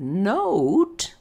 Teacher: We don't have a short O. So the word note is made with the jaw, it's an O that morphs into a U in, again, a standard sort of American accent.